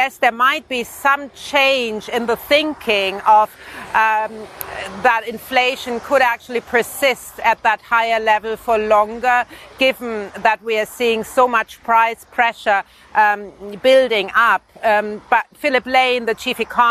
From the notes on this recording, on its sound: We are live from a dairy farm outside the Swiss city of Lausanne - one of Nestle's key suppliers.